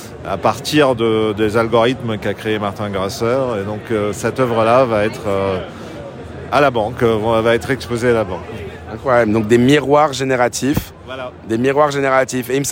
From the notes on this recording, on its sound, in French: Live from NFT Paris. Enregistré en faux direct depuis NFT Paris ! Lors de notre passage à NFT Paris, nous avons eu l'occasion de nous promener de stand en stand pour mener des interviews en direct.